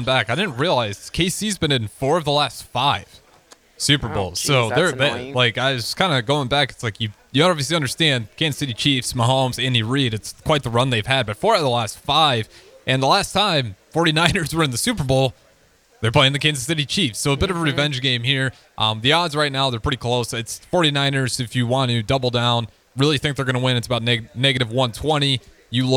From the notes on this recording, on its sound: LIVE from the Home & Garden Show